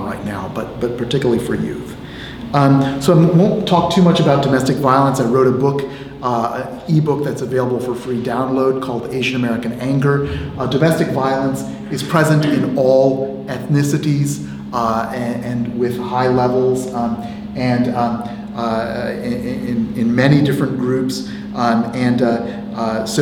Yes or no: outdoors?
no